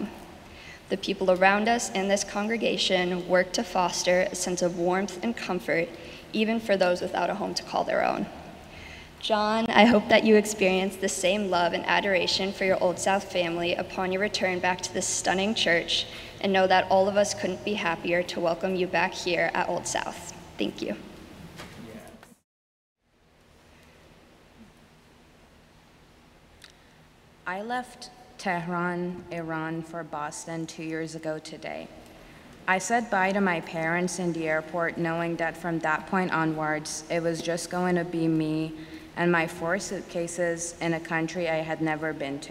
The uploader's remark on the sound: Sermons from Old South Church in Boston